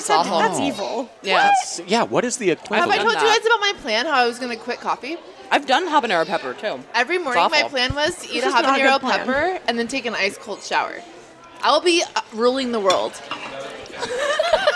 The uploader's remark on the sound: Live from Sizzler! LIVE from The Sizzler in Eagle Rock, CA.